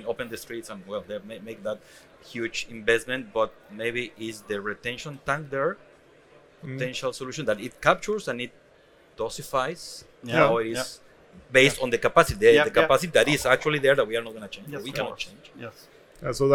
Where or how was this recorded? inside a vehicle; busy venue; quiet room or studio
busy venue